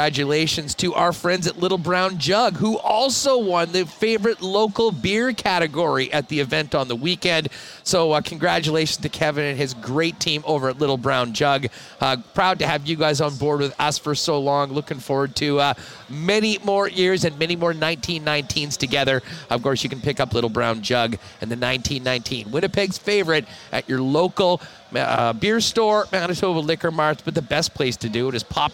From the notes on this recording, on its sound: Hustler is LIVE at Bar Canada at The D Hotel in Las Vegas.